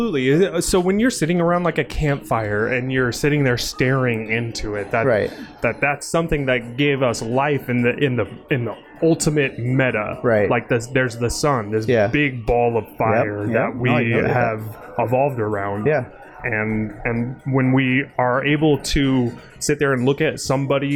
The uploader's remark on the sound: This podcast was recorded at the Rapunzel Salon and Spa in Boise, Idaho live. The event was a 21+ Trunk or Treat where local businesses, and community members came together to have a good time enjoying what Boise has to offer.